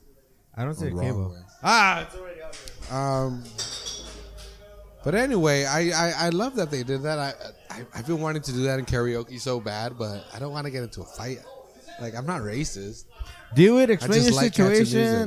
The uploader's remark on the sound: We are back at the Press Club in Seaside for their monthly open mic night. For the last year, people have been gathering on Fremont Blvd to read poetry, sing, and play all kinds of instruments.